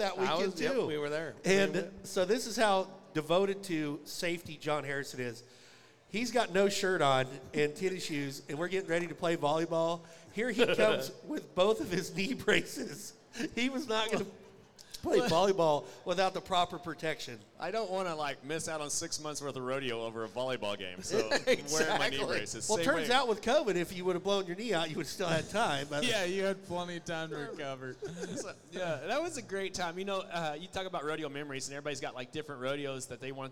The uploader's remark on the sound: RümpChät Live 2023 - NFR Edition 4